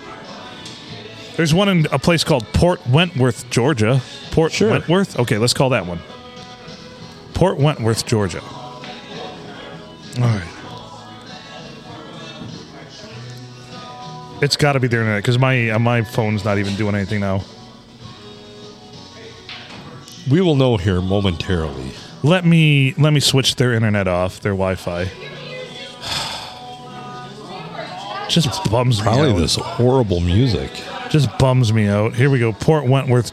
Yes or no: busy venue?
yes